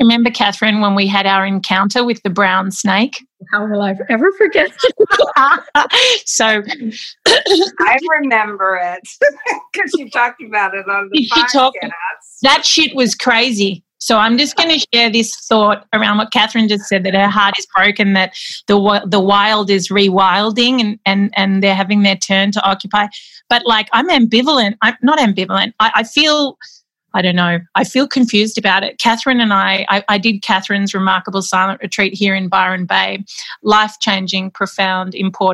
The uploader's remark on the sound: Nearly 200 folks around the world gathered in the Zoom Room for our Monday lunchtime chat